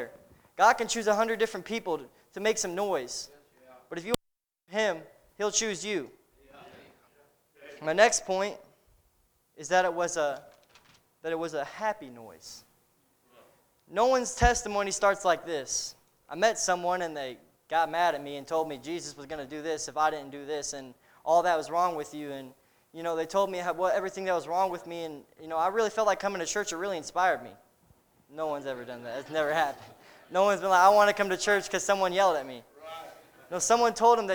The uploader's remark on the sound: A message preached at Crossroads Baptist Church